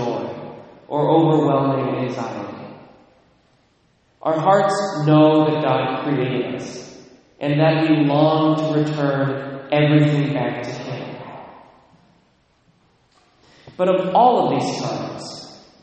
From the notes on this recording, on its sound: Recorded at Immaculate Conception, Mount Vernon, WA